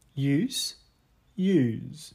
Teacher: Заметьте, этот звонкий «з» я произнес слабенько. Я не сказал use, я сказал use, use, но use use, как в первом слове.